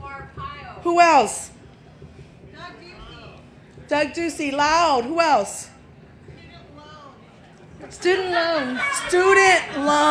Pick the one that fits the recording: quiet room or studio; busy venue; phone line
busy venue